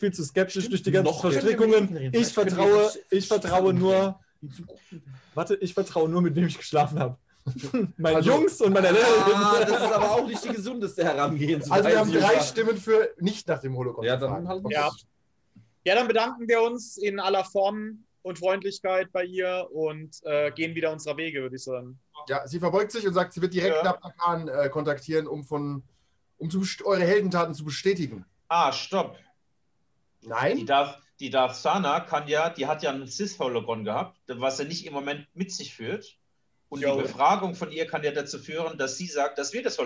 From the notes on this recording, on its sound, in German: Zoom knabbert noch immer an der Audioqualität